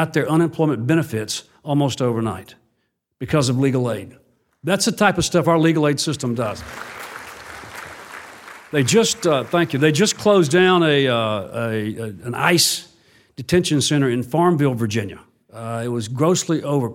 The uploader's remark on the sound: recorded at a recent LSC forum on access to justice